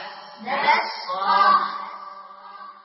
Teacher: إنما المطلوب الهمس هنا وعدم إدغامها مع السين · Term: همس التاء